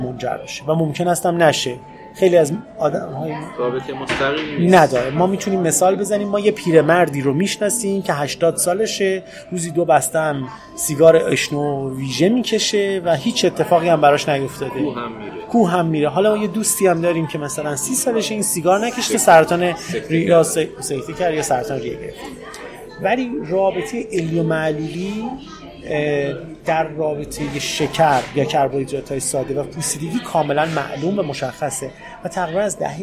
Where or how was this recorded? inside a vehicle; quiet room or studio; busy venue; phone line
busy venue